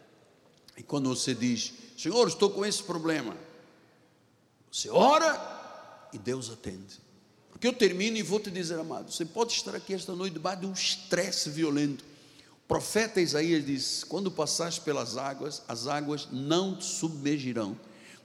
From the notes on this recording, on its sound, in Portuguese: Este culto gravado, parte da série da Igreja no Rio de Janeiro.